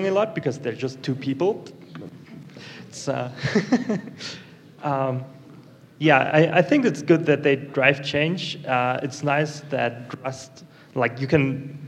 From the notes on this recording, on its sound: LIVE from NodeConf Colombia. A live show at NodeConf Colombia with a panel of 4 experts from the Node community.